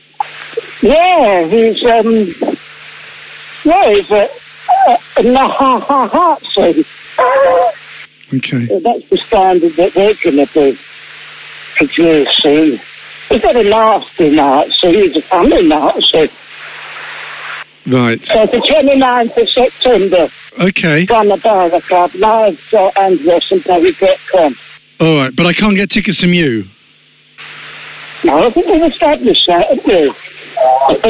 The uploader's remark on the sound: This is what happens when you call a confused pensioner at a bus stop